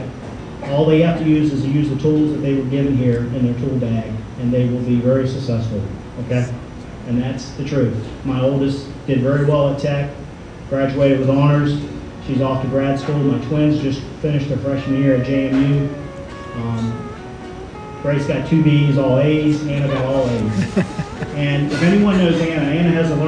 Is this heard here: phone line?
no